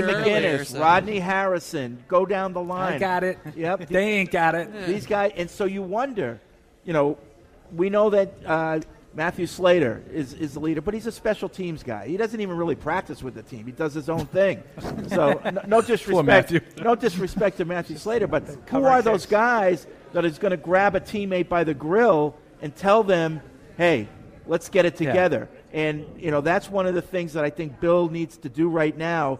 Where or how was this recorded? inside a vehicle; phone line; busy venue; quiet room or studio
busy venue